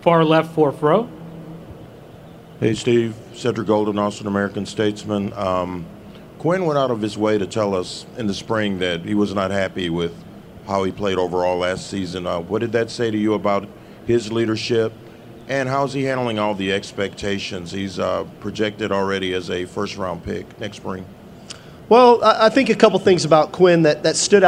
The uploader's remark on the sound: press conference at Big 12 Football Media Days